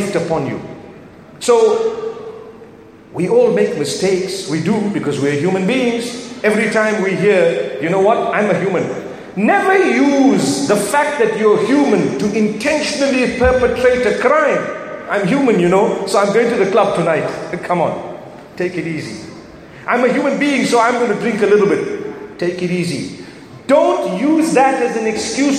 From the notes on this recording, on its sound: From the Light Upon Light Conference in Birmingham